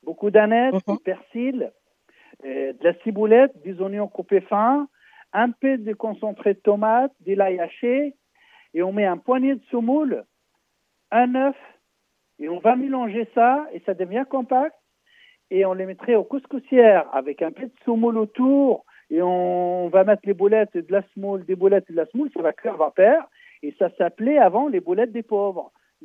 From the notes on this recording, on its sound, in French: Et par téléphone